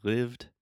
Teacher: you don't want to add the extra ed sound. You just add a soft kind of td sound. Say lived, not livid.